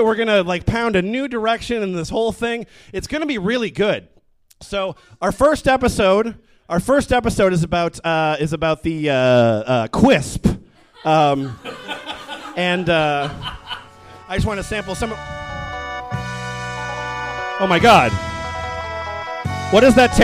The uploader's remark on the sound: The audio presented here is the full live show itself